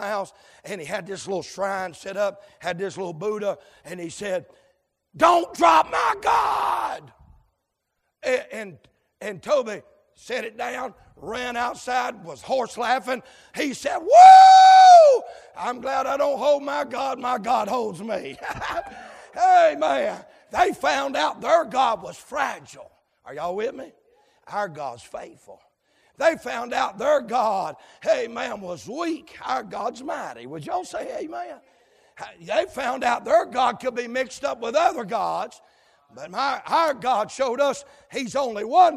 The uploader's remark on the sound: live, from Landrum Independent Baptist Church.